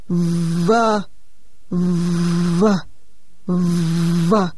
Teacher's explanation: Bạn đặt môi trẻ cùng vị trí như lúc thực hiện âm F. Môi dưới đặt bên trong, dưới hàm răng trên. Ở đây vấn đề là thêm cái rung của thanh quản. · Term: âm V